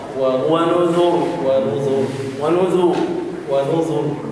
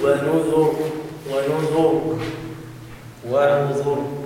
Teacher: الواو والنون والذال كل مرقق، أما الراء فهي مفخمة